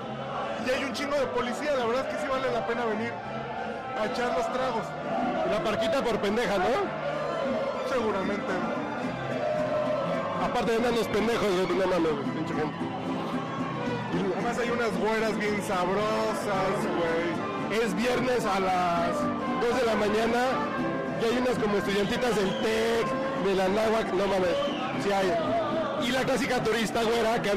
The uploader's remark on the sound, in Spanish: Desde el Tenampa. Desde el corazón de Garibaldi grabamos este podcast.